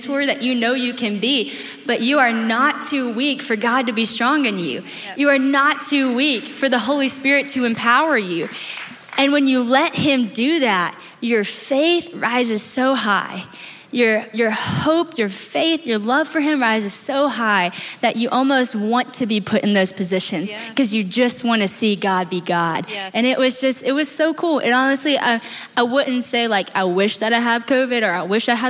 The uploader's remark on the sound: This conversation was recorded live at The Grove, a gathering for the women of Atlanta, Georgia, now in its ninth year.